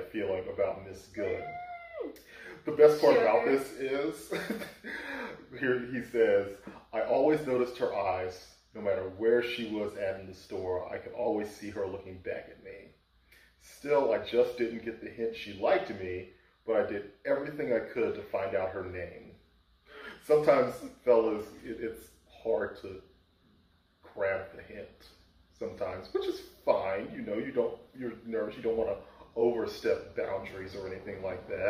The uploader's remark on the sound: All of which was done under the watchful eye of our podcast overlord, the air conditioner! Apologies in advance for the audio. The podcast gods were unkind.